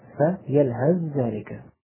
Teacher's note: الثالثة التاء التي بعد هذان في قوله يلهذ ذلك، الثاء والذال طرف اللسان مع أطراف الثنايا العليا والسفلى